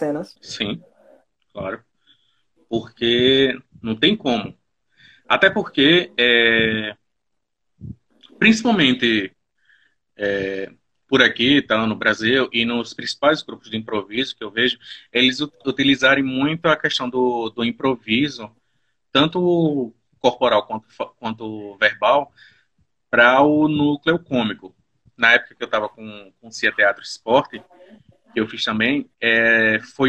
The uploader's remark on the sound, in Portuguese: Este episódio surgiu de uma Live no instagram